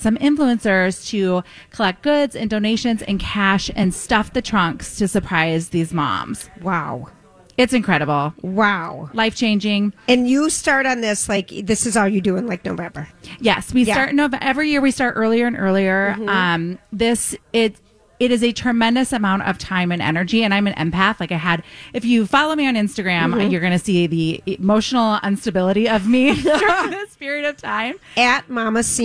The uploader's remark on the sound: live from Creative Hair Design